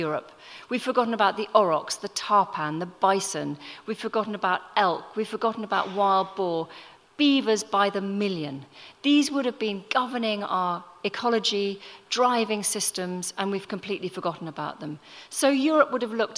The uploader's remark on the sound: Recorded at The Tabernacle in London in May 2018.